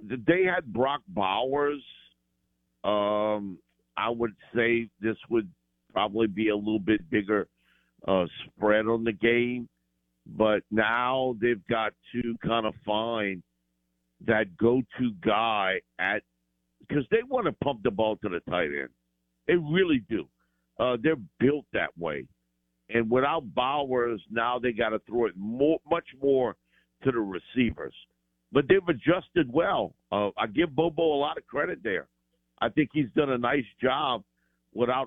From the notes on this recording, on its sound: Joins the show on the Farm Bureau guest line talking about the biggest news in college football live in the BankPlus Studio.